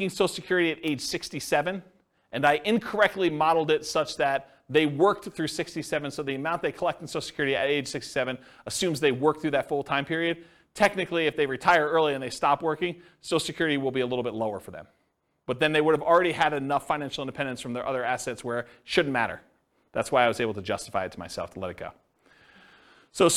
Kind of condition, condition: setting, live audience